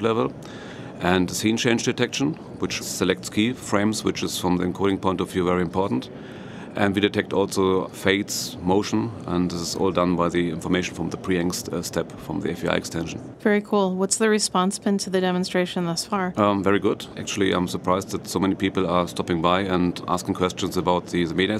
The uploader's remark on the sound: In this livecast from National Association of Broadcasters conference in Las Vegas.